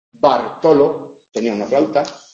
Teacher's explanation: Eso son sonidos, esos son alófonos, que tienen en español una distribución dependiendo de los sonidos del contorno. En posición inicial absoluta pronunciamos el oclusivo.